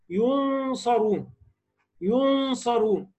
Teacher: الاخفاء فخمنا الغنة بتاعته. ليه؟ لان معاه حرف من حروف التفخيم